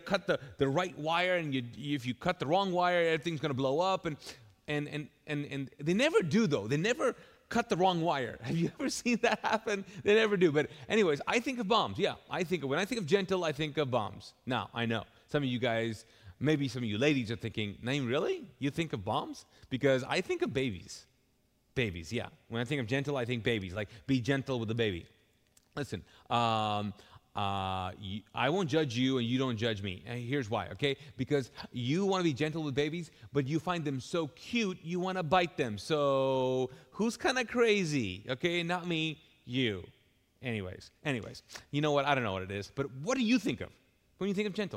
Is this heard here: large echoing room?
yes